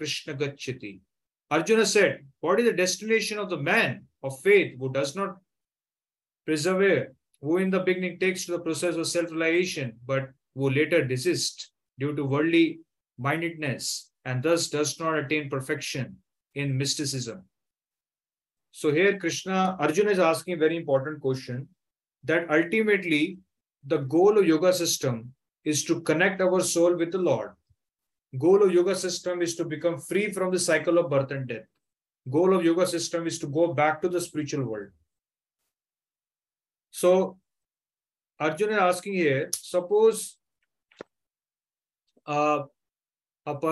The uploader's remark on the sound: Zoom recorded class